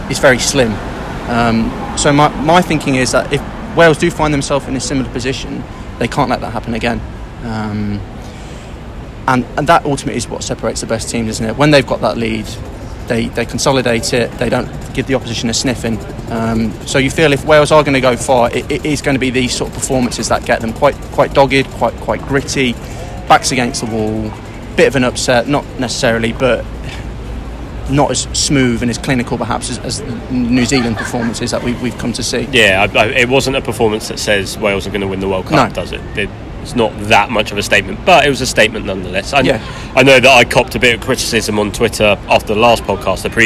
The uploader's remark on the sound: on the streets of Shinjuku